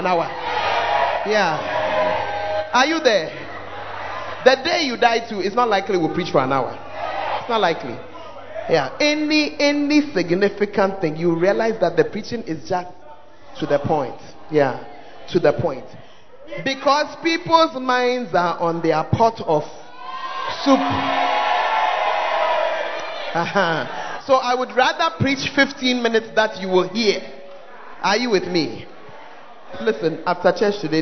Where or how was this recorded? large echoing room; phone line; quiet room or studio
large echoing room